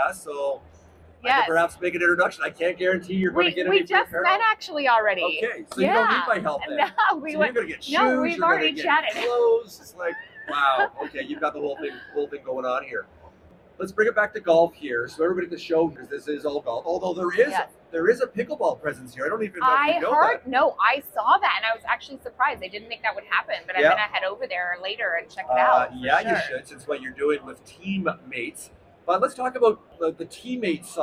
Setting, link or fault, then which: setting, busy venue